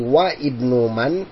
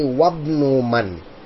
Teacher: because that waw is coming before the word Ibnu, we do not pronounce the Hamza · Shown in: second take · and say Wa Ibnu Man.